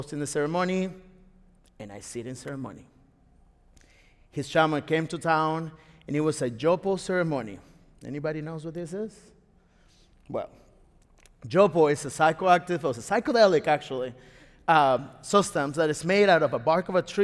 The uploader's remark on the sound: Recorded live at the Florida Theatre. A WJCT Public Media and Florida Threatre Production.